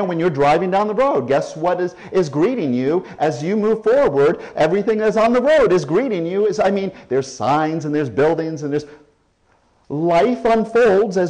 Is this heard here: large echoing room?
yes